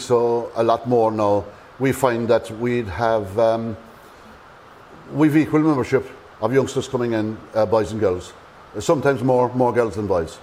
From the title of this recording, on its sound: Live from Skibbereen Rowing Club!